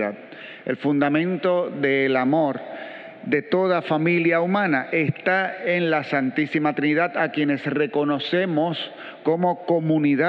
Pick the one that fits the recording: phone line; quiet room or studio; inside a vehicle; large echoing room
large echoing room